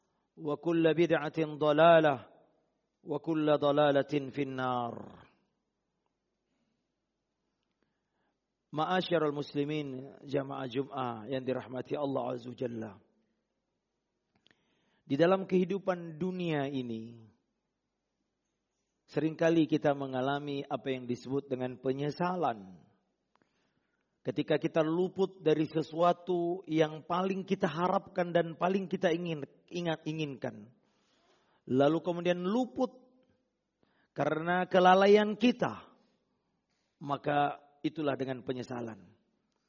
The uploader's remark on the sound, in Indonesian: Rekaman Audio Khutbah Jum'at